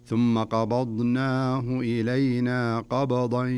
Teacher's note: نجد أن الباء فيها ساكنة قبض والضاد متحركة، فلابد من قلقلة الباء، فلا نقول قبضناه، لابد أنك تقلقل عشان يخرج الحرف على طبيعته وعلى سليقته وعلى صحته. · Term: قلقلة في الباء